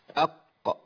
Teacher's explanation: اهي ده الاهتزاز اللي بيحصل. لازم اهز المخرج كده عشان افكه، وده اللي بيحصل في القلقله